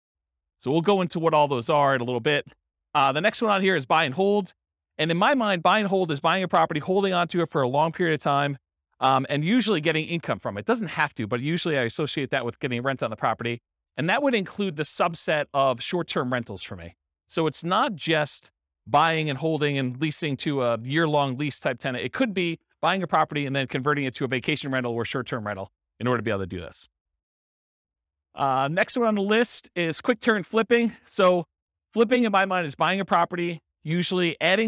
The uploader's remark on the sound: Real estate investors and real estate entrepreneurs in San Francisco, California. This was a live class recorded to give investors a solid qualitative overview of all the different real estate investing strategies.